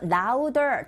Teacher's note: 우어라는 모음 사이에 드 사운드가 꼈어요. 역시 트 사운드처럼 이 강몸과 양몸 사이에 드 사운드 역시 R 소리에 가깝게 들리게 되는 현상이죠.